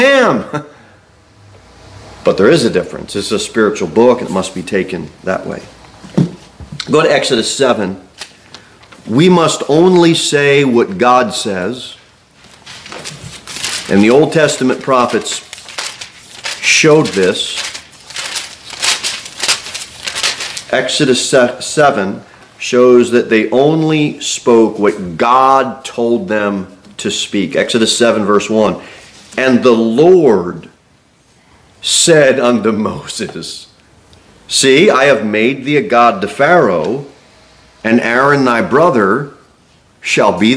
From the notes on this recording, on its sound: Sermon delivered at Pilgrim Baptist Church